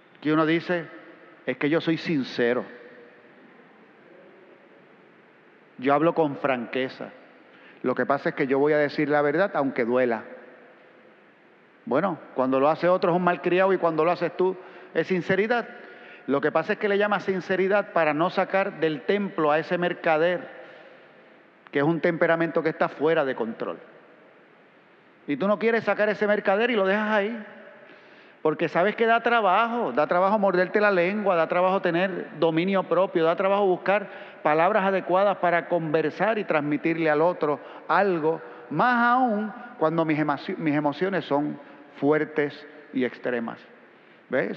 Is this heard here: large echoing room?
yes